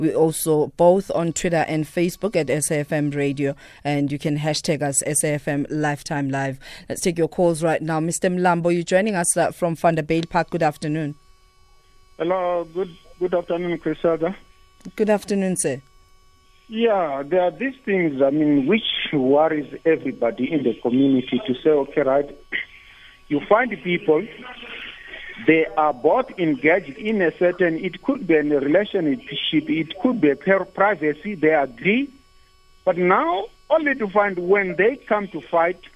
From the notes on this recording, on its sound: GUEST (phone)